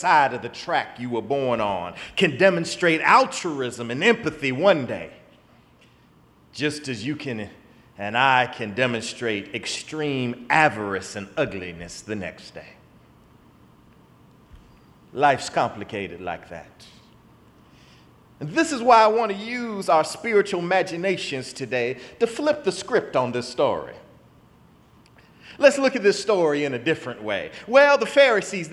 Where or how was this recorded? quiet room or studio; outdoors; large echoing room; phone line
large echoing room